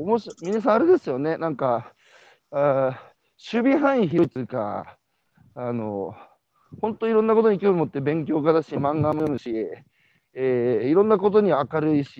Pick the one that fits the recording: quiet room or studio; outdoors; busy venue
outdoors